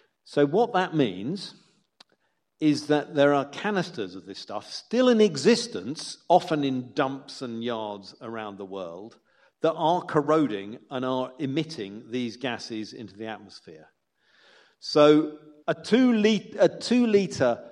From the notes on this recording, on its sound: To a live audience at Bruntwood’s Bright Building at Manchester Science Park, and you can now enjoy the live recording of that talk in full.